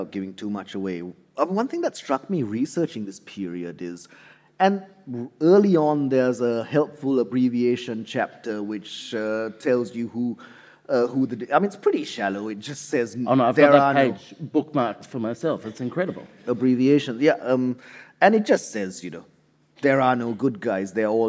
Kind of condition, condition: setting, live audience